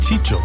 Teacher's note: muchas veces el sonido C o S pasa a ser Che, como en Chicho, a partir de Narciso